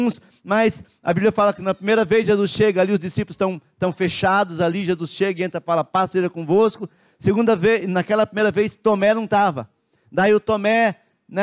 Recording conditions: large echoing room